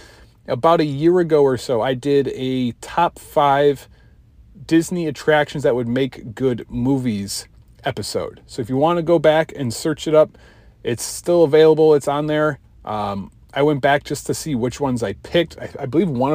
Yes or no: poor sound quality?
no